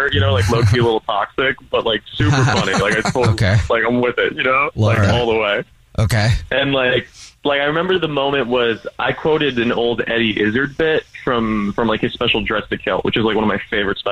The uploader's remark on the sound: Phone Prank.